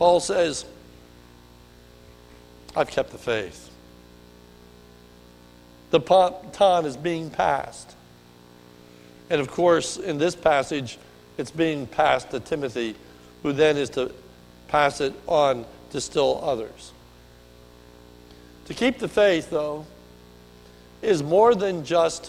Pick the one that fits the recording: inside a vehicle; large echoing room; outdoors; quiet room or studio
large echoing room